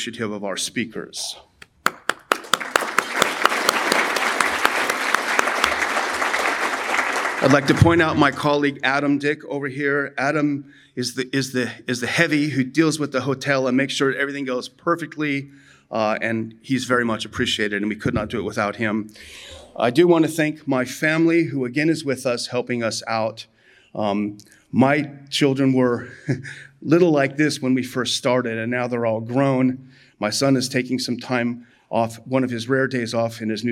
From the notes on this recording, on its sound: addresses this year's Houston Conference